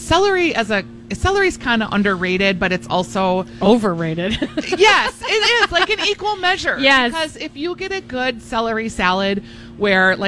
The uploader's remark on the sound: Live Broadcasting at EL Burrito!